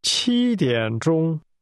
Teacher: 7 is pronounced with a high level tone.